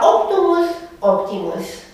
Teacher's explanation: acea vocală rostită undeva la mijloc între U și I, cum am văzut la optimus, optimus. · Term: somus medius